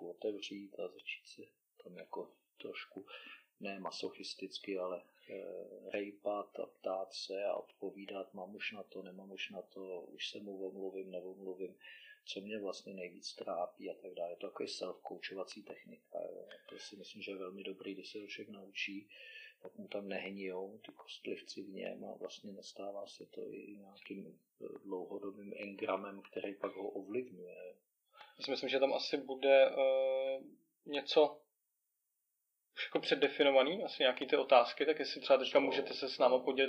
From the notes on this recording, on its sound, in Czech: A to i přes to, že kvalita zvuku celkem pokulhává.